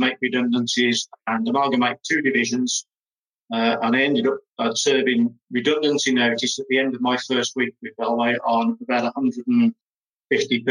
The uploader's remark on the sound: recorded as part of a webinar series for Human capital Group’s Housebuilder Business Resilience Hub